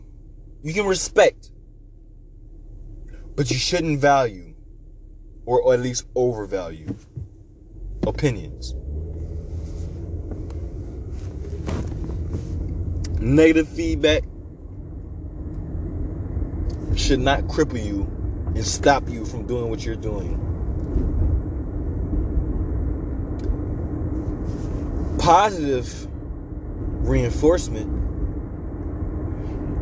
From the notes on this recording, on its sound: I'm very sorry for the sound quality. I recorded this while driving in a snow storm, so you will hear my obnoxious windshield, repeatedly.